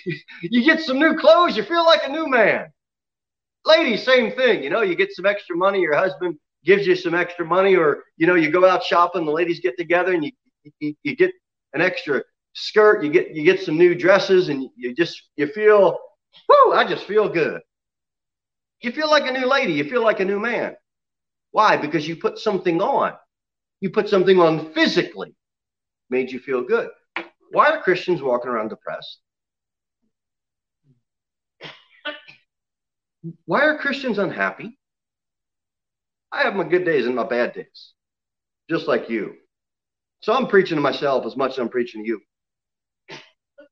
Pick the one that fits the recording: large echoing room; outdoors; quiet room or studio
large echoing room